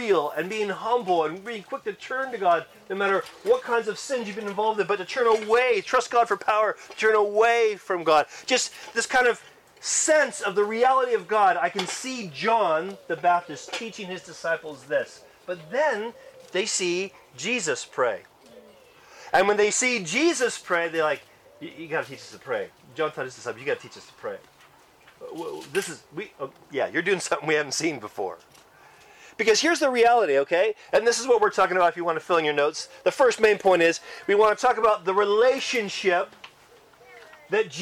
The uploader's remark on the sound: Church camp recording in the great outdoors! Church Camp 2023.